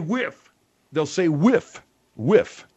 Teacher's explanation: they mistake the TH sound for the F sound.